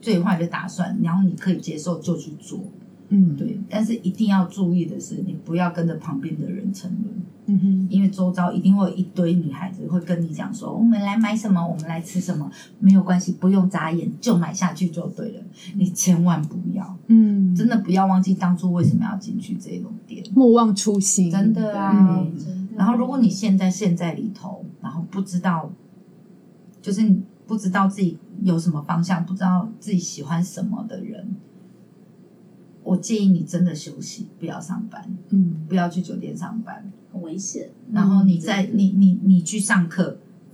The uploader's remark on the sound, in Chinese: 本集聲音會有些雜音